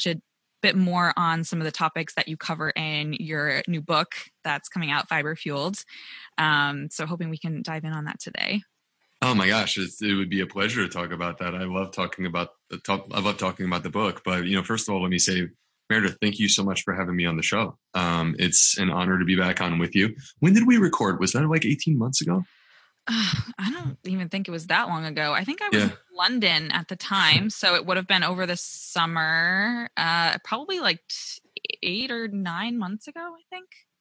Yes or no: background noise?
no